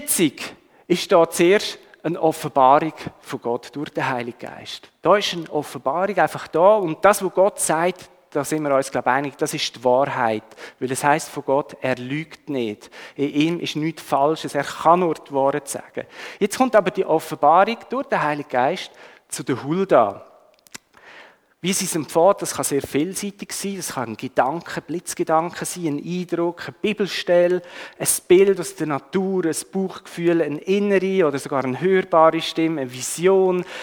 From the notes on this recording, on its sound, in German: Die Aufnahme wurde im 9:15 Uhr Gottesdienst gemacht.